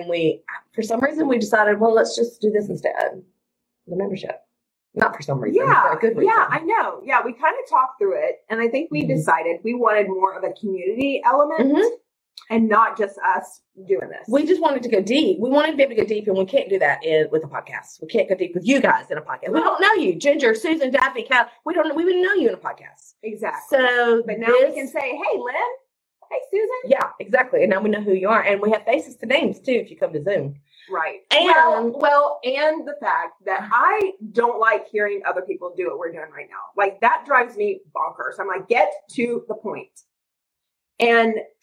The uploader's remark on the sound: The original audio is from an impromptu (and hilarious) FB Live. So, sorry for not having the best quality audio this time!